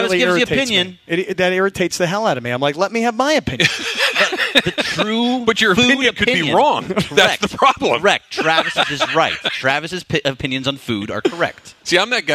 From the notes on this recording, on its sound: live from Hollywood Park Casino